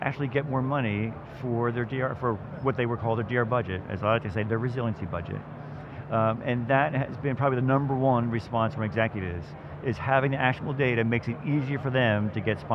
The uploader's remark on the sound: live from the Veritas booth at Microsoft Inspire